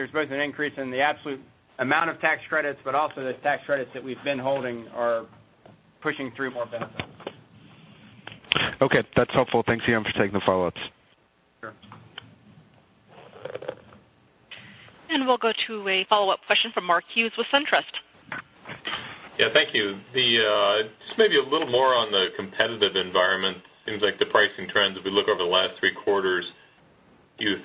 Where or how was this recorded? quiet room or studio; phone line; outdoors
phone line